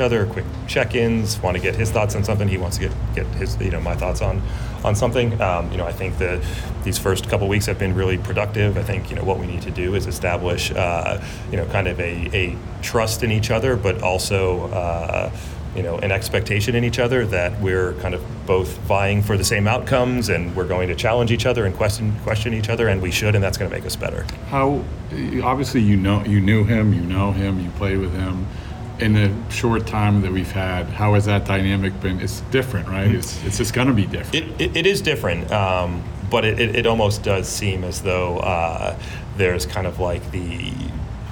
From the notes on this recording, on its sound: Meets The Media On The Final Day Of The GM Meetings. Meets with the media again on the final day of the GM Meetings. Answers questions from the Boston media.